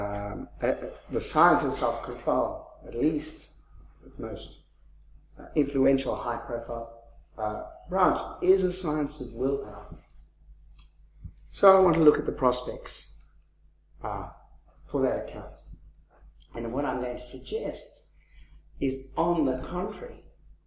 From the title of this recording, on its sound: 2015 Leverhulme Lecture